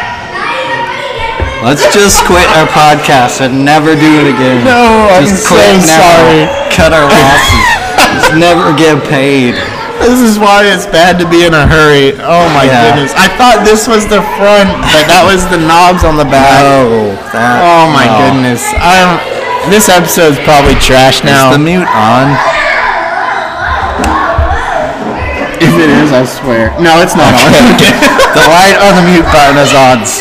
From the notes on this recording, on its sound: Please be advised that this week's episode had an insane amount of background noise and as such we had to shout the entire episode.